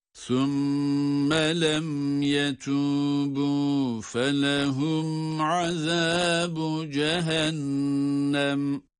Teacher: Azabu derken zal harfi yine peltek. Eğer duruyorsak burada azabu cehennem, cehennem hem nunu gunnesiyle tutarak okuyoruz.